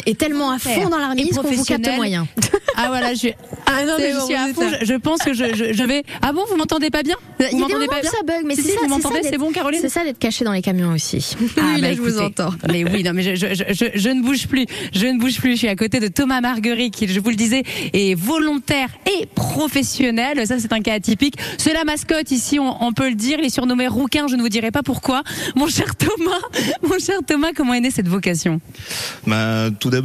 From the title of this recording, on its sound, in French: en direct de la caserne des pompiers de Tourlaville